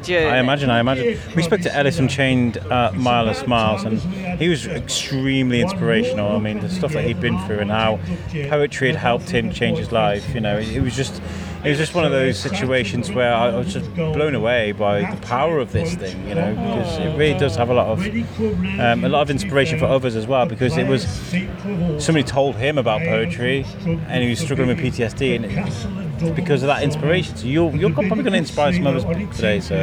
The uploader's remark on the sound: The good feels of the festival can be heard through this episode. Shrewsbury Food Festival - Day One.